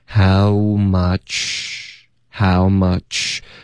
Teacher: 发 much 的时候呢，大家要注意这个 ch 的音是要嘟嘴